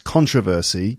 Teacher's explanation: So controversial, and the noun is traditionally in British English, it's supposed to be controversy with the stress on the second syllable, controversy, whereas in the United States, the standard way of saying it is with the stress on the first syllable